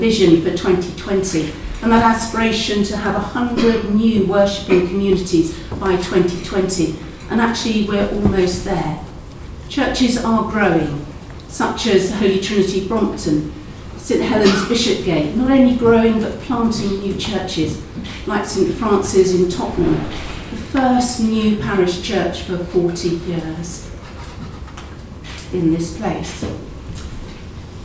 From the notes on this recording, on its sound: At a press conference at St Paul's Cathedral this morning